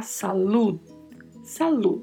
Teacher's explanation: salud também tem um d mudo ao final